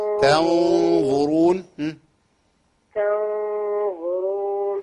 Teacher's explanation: عندنا إخفاء هنا تنظرون. التاء مالهاش دعوة بالغنة. الغنة مفخمة مع الظاء لكن احنا قبليها في تاء.